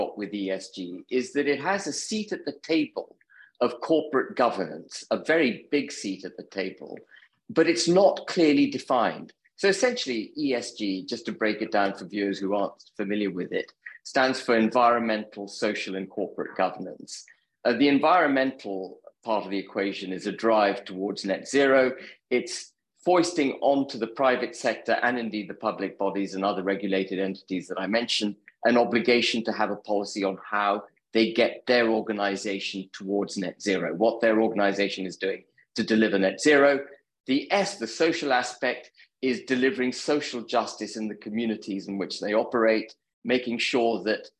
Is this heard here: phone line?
no